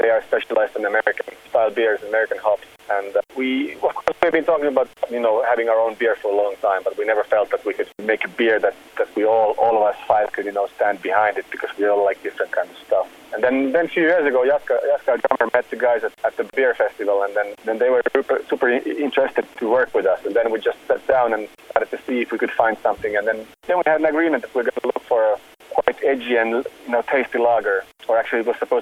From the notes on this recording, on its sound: The audio at times is a little hard to decipher due to the phone line.